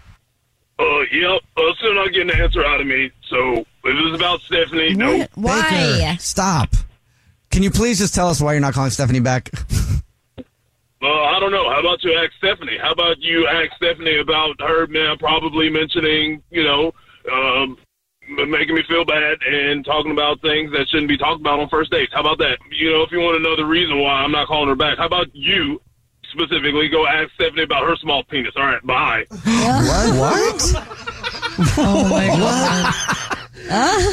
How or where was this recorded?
phone line